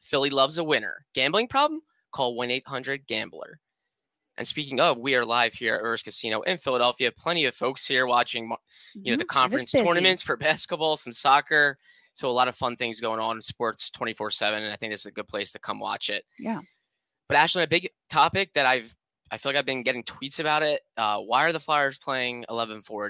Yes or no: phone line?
no